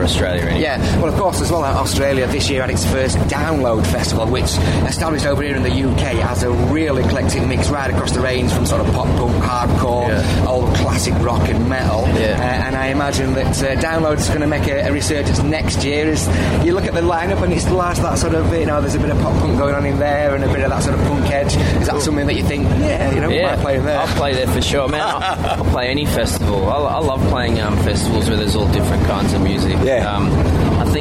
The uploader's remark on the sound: at Leeds Festival 2018